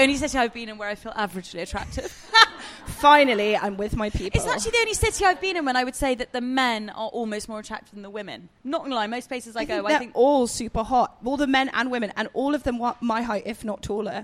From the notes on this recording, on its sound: We’re live from Pandora jewellery’s flagship store in London